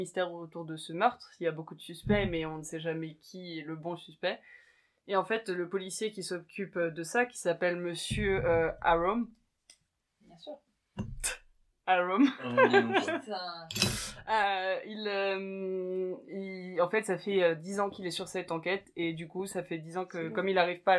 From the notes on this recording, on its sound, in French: Désolé par avance pour le son, dans quelques épisodes, ça sera mieux !